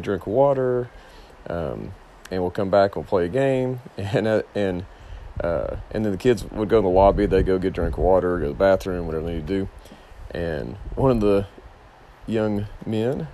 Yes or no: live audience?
no